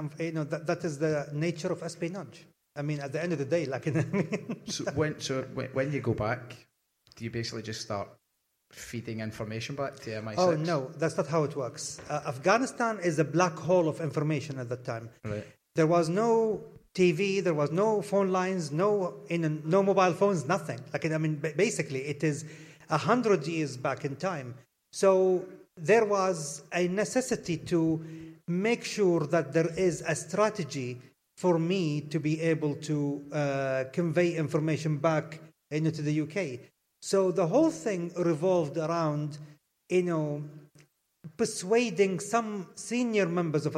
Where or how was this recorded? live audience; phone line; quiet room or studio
live audience